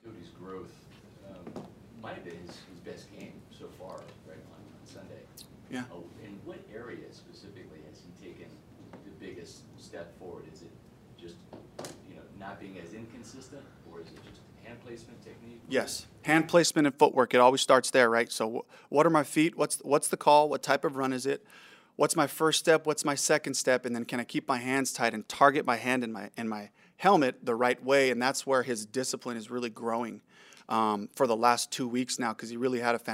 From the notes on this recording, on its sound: Press Conference.